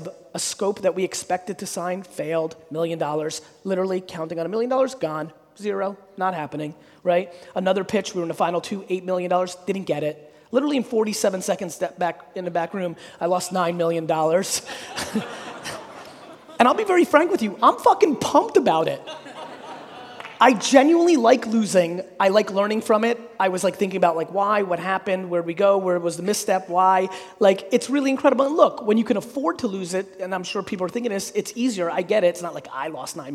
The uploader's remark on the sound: A Keynote: Business Squared in Brisbane, Australia. There's a number of questions from the audience.